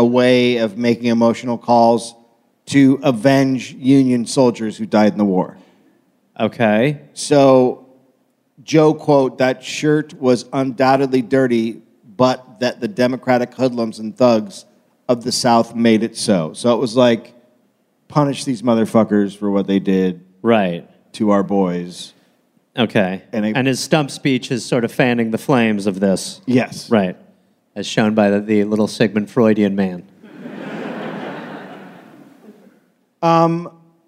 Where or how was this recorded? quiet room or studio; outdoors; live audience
live audience